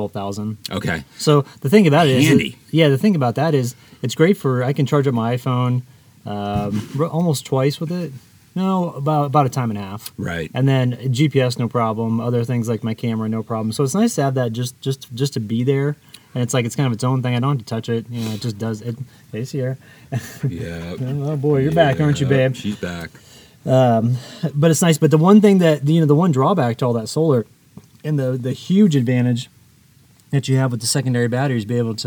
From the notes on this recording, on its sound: from camp in Bears Ears National Monument